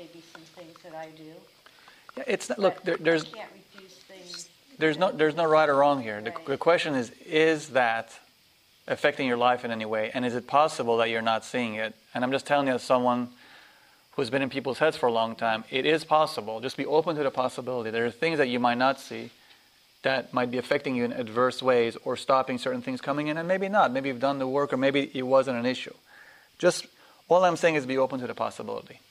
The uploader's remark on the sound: This workshop was recorded on August 6, 2010, at Omega in Rhinebeck, NY. This is the first day of a three-day workshop.